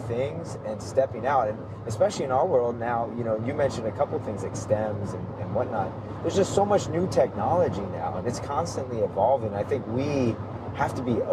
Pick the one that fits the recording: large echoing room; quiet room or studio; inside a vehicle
inside a vehicle